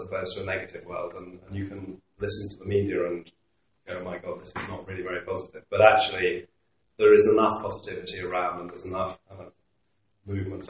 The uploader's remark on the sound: Went to the offices of eNova Partnership. Apologies for the poor sound quality in this episode.